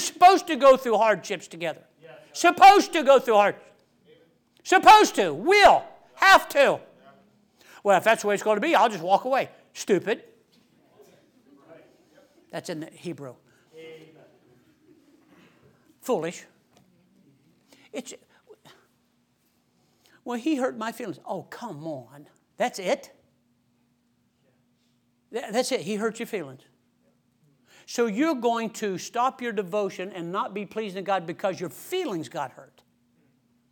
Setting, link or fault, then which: setting, large echoing room